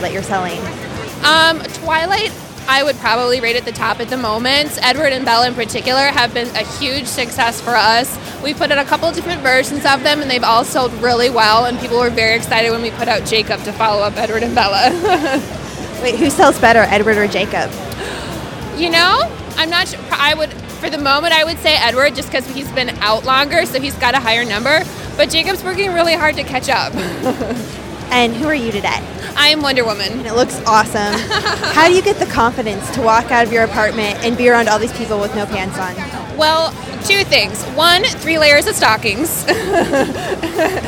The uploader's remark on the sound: The Oxford Comment visits the New York Comic Con & Anime Festival.